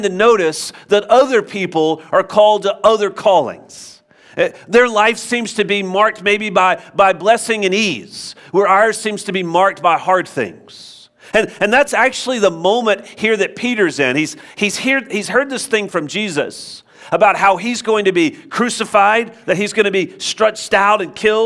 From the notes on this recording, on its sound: Join us for a new teaching live from Covenant Church!